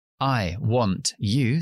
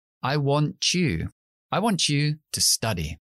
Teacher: siempre cuando ponemos una T delante de una ya, vamos a conectarlos y hacer la cha